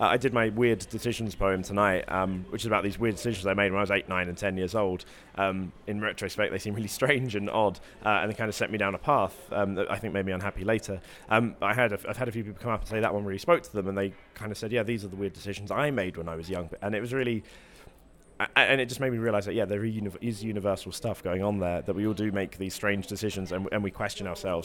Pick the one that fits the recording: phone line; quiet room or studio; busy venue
busy venue